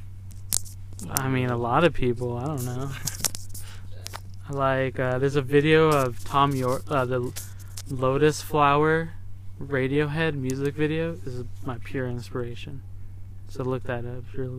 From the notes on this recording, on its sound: Recorded from the air stream van tucked away behind the Globe Hall